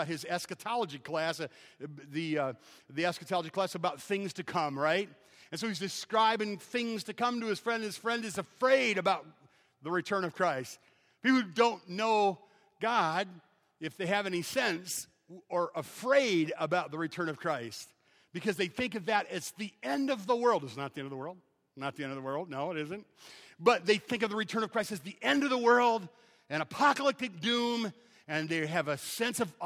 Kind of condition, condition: setting, large echoing room